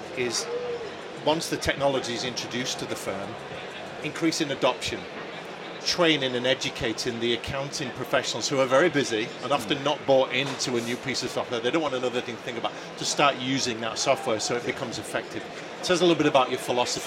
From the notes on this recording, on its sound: Accountex 2023 Live Interviews. These interviews were recorded in our unique recording studio on the exhibition floor at Accountex 2023.